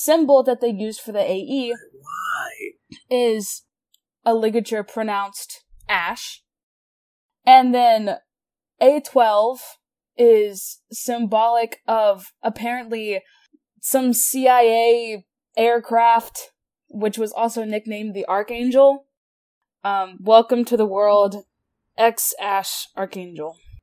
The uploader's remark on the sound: Please have pity on this first episode and its terrible audio quality.